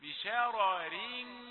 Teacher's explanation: الراء الأولى دي مفتوحة فهي مفخمة والراء الثانية مكسورة